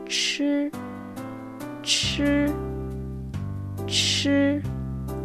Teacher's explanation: una palabra china como ejemplo, yu zhou, significa universo. Para pronunciar ch debemos utilizar un flujo de aire mucho mayor y de manera explosiva.